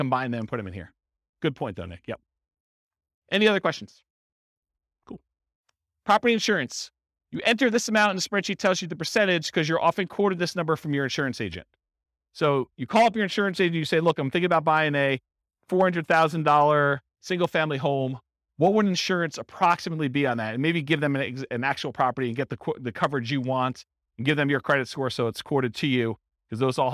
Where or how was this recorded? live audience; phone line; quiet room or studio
live audience